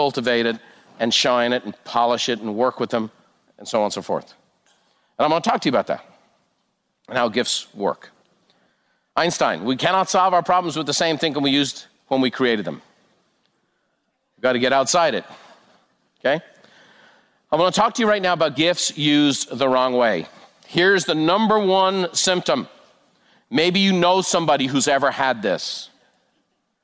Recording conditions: live audience